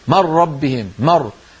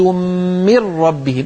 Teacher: اكسر الميم كسر كامل · Shown in: second take